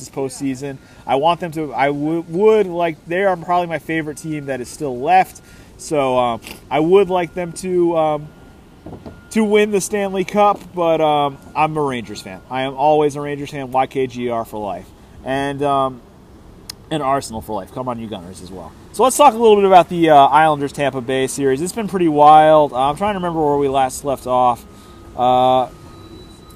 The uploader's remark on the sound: live from Pike and Rose in Rockville, MD